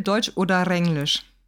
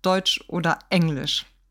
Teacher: Wir würden hier die Vokale mit dem Vokal, ja, mit dem Glottisschlag, mit dem Vokalneuansatz sprechen und nicht das R am Ende verbinden · Shown in: second take